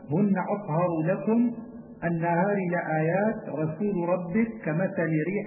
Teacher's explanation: والراء تدغم في اللام وكذا اللام تدغم في الراء